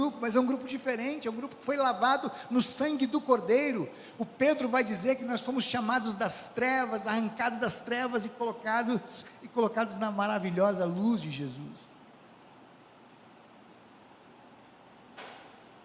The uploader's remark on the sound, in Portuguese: Mensagem proferida no culto ao vivo do dia 12 de fevereiro de 2023, da Congregação Evangélica Luterana da Esperança, de Brasília (DF).